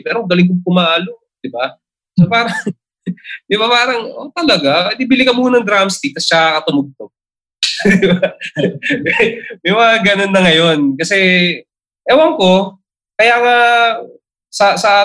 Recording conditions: video call